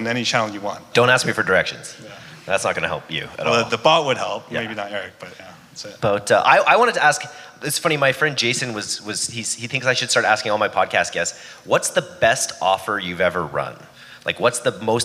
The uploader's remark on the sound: the fireside chat from our last Vancouver DTC Meetup